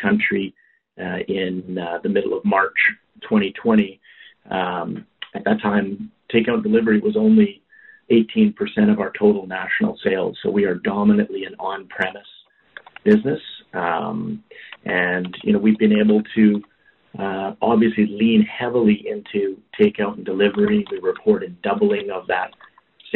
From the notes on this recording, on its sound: First quarter 2021 earnings call for Boston Pizza Fund.